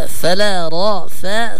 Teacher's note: الراء مفخم والفاء والثاء مرققات